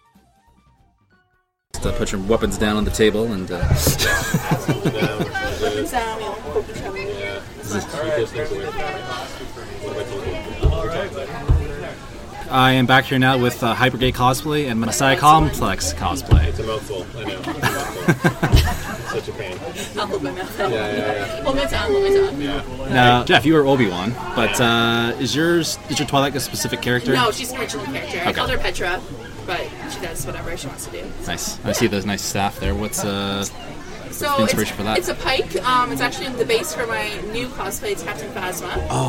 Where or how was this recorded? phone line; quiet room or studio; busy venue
busy venue